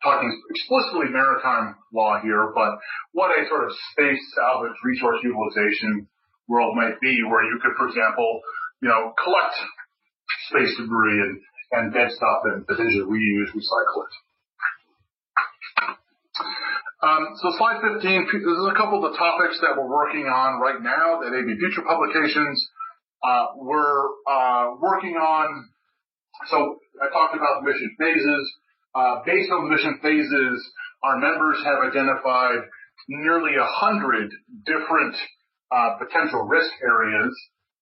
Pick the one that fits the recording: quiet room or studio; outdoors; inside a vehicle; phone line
phone line